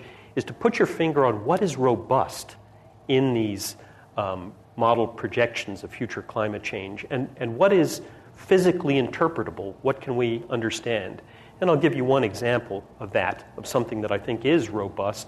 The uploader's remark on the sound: This program was recorded in front of a live audience at The Commonwealth Club on November 3, 2010